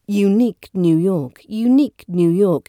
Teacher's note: This glides the initial diphthong into the following N sound